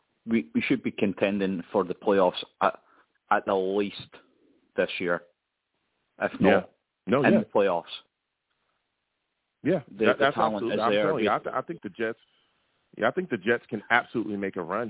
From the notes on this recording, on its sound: I take live callers!